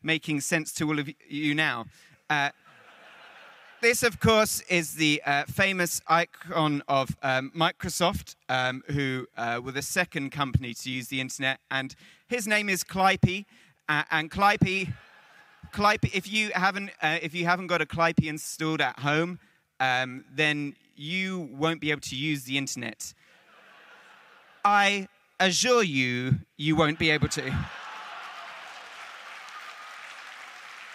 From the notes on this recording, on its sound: Emf2022. An audience interactive event; where willing volunteers collide with GPT-3 AI to present an informative, intellectual and light-hearted presentation to a receptive crowd.